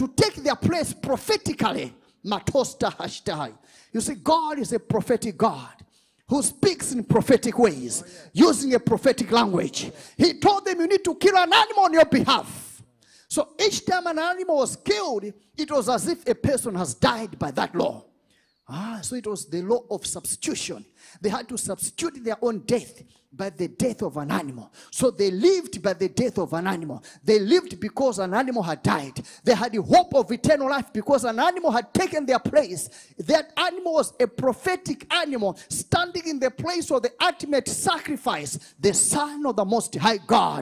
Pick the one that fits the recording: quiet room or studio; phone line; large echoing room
large echoing room